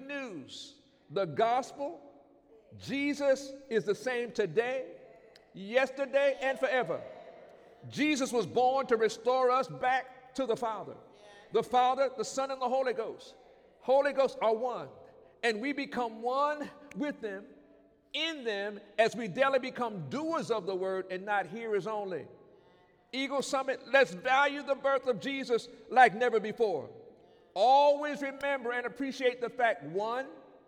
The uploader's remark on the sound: During Sunday morning service on December 22, 2019